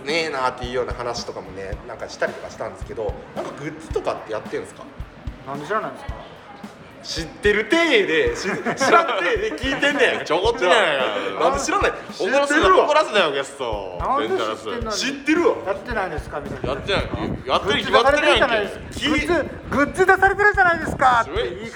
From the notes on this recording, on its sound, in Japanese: 外録音の為、風の音と雑音多め。